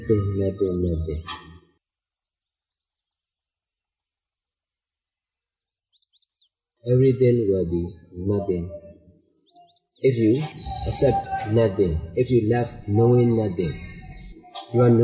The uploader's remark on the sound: These teachings might not have the perfect sound quality